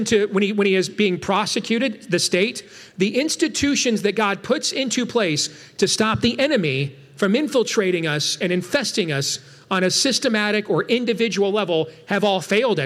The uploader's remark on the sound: Coming to you from the 102nd Cedar Falls Bible Conference!